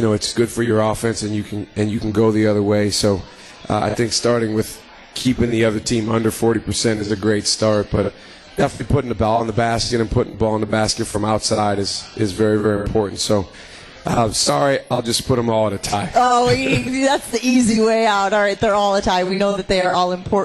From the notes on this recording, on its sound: LIVE from MOTOR Bar & Restaurant.